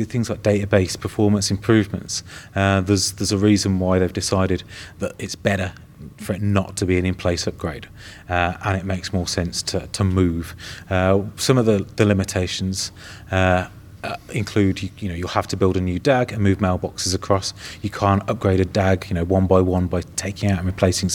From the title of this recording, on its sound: Live from Modern Workplace Summit and Skype Days in Oslo